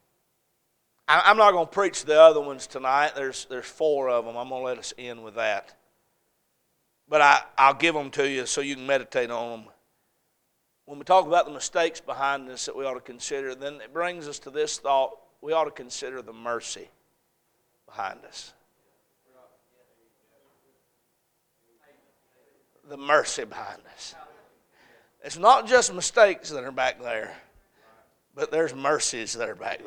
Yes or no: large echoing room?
yes